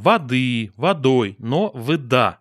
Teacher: Это типичная южнорусская черта. Это случай, когда перед ударным А не может в предударном слоге произноситься А. То есть может быть там воды, водой, но выда. · Term: диссимилятивное аканье